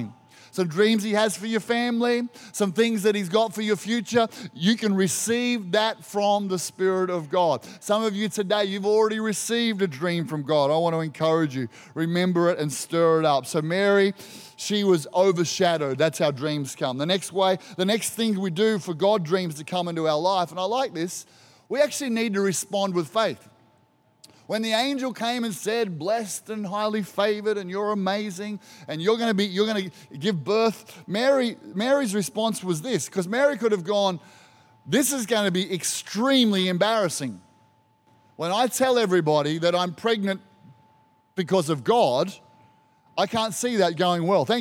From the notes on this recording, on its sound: This was recorded in our 9am service on the 25th of December, 2022